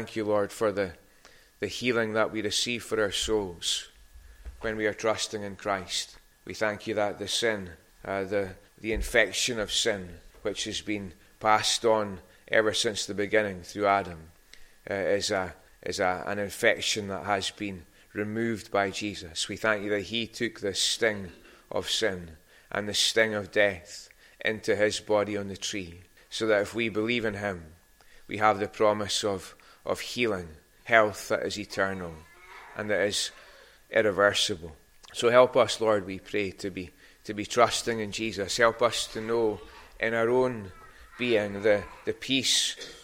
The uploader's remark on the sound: recorded at North Harris Free Church on the morning of Sunday 18th December 2022